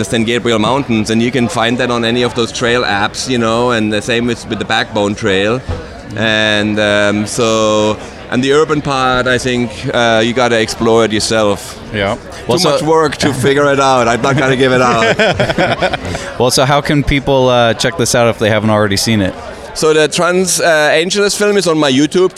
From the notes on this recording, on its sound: recorded at the 2019 Sea Otter Classic in Monterey, CA